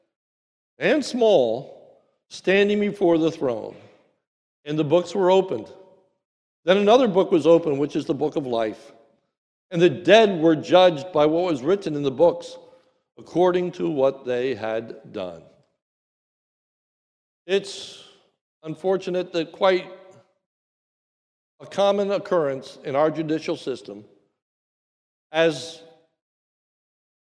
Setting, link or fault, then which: setting, large echoing room